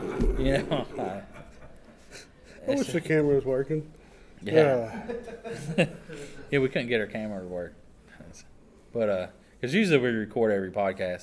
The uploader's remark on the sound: Live at Connooga 2022.